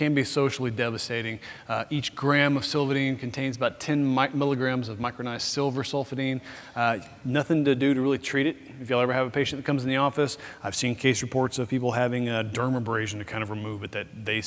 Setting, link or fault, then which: setting, busy venue